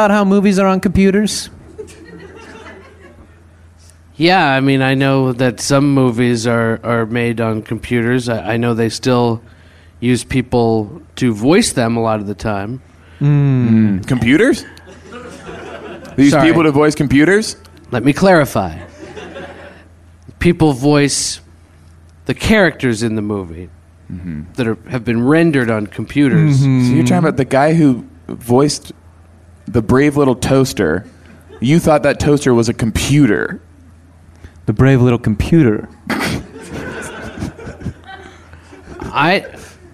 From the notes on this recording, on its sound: Coming at you live from LA Podfest. Then, the live Popcorn Gallery asks about branding and making movies on computers.